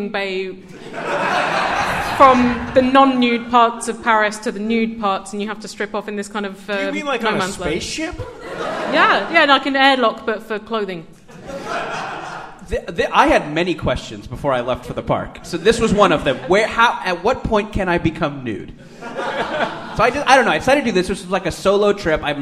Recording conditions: live audience